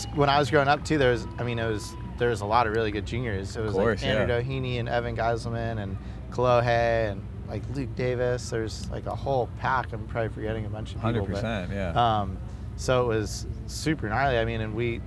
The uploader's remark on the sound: LIVE EPISODE 1 of 3 at Surf Ranch Pro pres by 805 Beer. This first installment was filmed live at the Surf Ranch Pro presented by 805 Beer around a fire pit in front of Perkins Lake as the Night Surfing Session was underway.